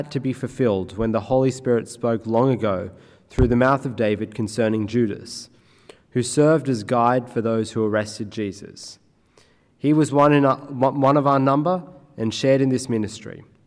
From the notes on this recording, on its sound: At a Church in the Graveyard service